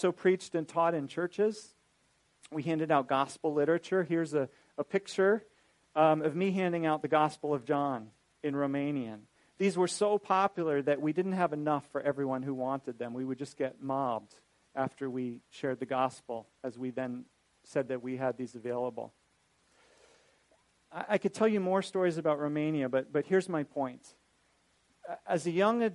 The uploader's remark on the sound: This is a recording of a lecture